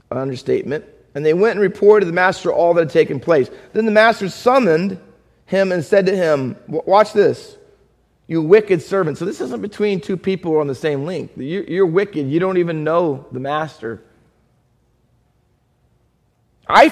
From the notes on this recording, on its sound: Faith Baptist Church in Hamilton, NJ.